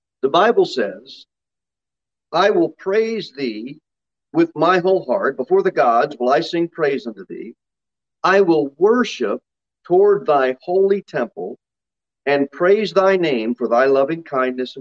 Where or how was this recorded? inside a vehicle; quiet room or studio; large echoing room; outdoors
large echoing room